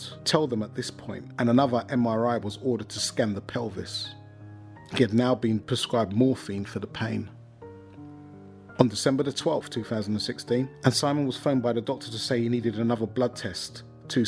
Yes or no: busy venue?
no